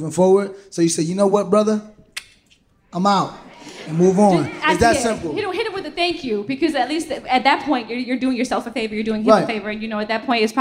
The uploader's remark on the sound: Live From Atlanta. ATLANTA, you brought the heat to Dead Ass Live at the Variety Playhouse. They wanted to find the ideal couple in the audience that night.